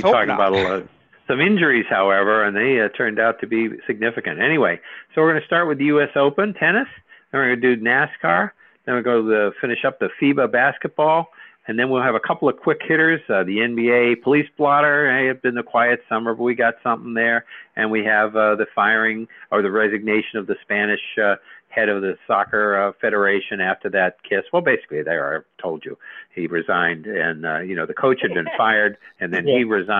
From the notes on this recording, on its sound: We talk all things sports and take your live calls.